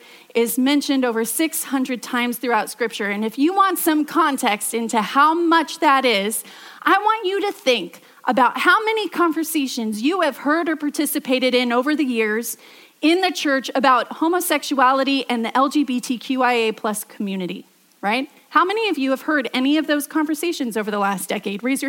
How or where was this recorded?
large echoing room